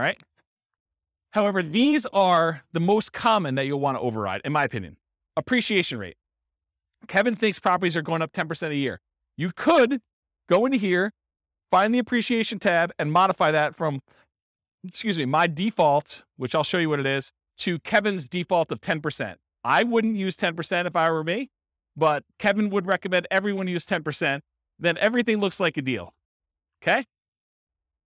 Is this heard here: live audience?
yes